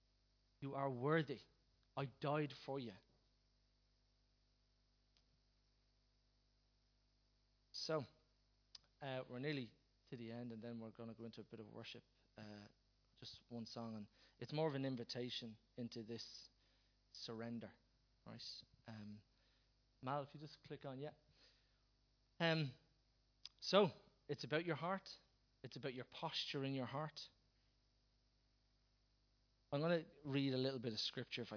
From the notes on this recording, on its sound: Recorded live at Liberty Church on 28th April 2019